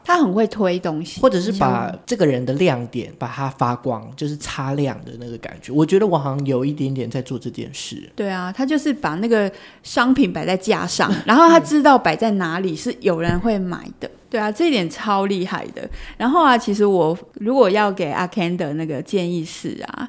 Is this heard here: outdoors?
no